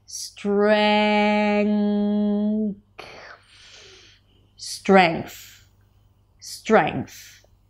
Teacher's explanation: Then you bring the tongue up for the TH. Now, in between the NG and the TH, there is a very soft k sound. · IPA: streŋkθ